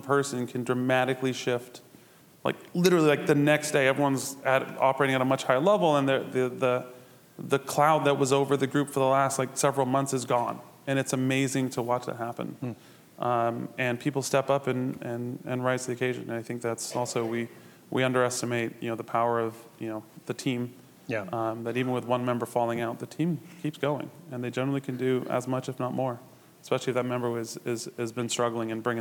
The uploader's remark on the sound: join us live at Agile Day Twin Cities